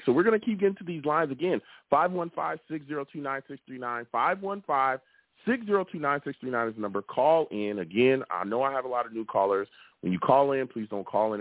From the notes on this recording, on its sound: I also take live callers!